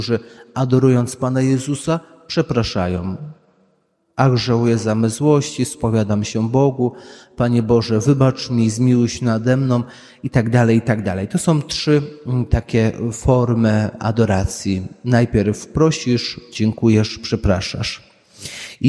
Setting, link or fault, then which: setting, large echoing room